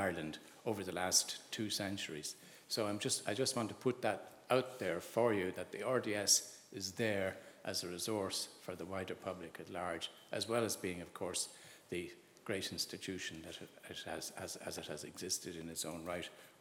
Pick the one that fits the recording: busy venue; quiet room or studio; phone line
busy venue